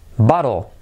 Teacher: L en posición final, casi no se pronuncia